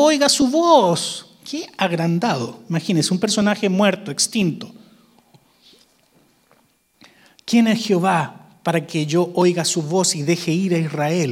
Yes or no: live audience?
yes